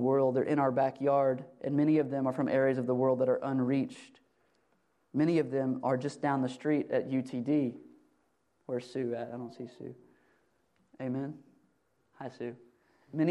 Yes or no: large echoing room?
yes